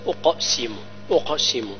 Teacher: أقسم فيها قلقلة زائد استعلاء